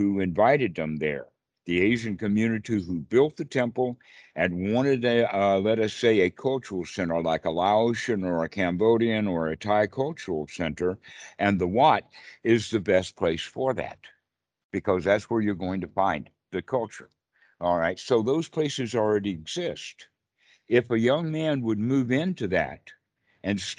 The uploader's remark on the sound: skype calls